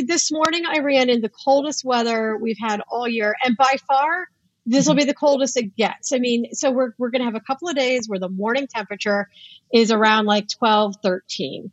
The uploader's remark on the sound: Before the guest joins around 5:30. Audio quality also greatly improves when the guest joins.